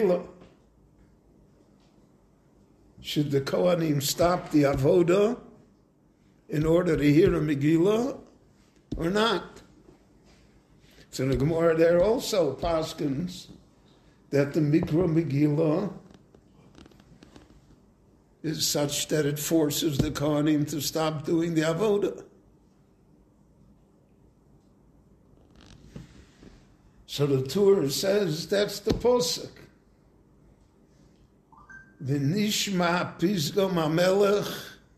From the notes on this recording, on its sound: This class was recorded live at Beit Knesset HaNassi in Jerusalem.